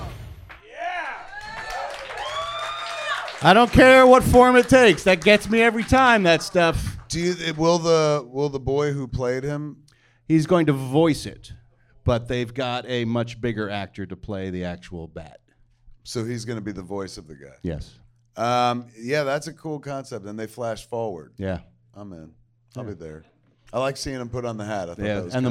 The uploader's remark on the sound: Recorded LIVE in Hollywood, CA at the Improv.